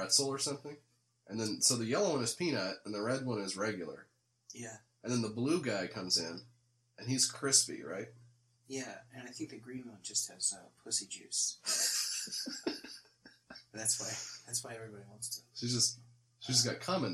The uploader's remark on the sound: The audio may be screwed up